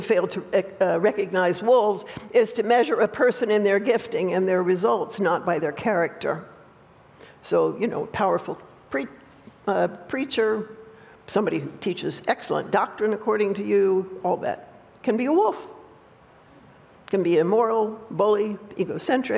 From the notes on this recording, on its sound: opening talk at the recent Restore Conference at Judson University